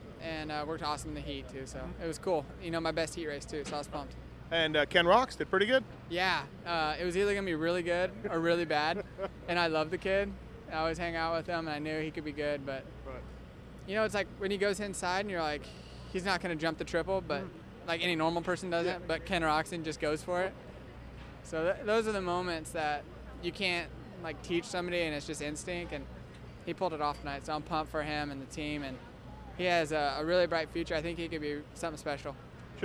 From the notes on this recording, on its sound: Post race interviews from Houston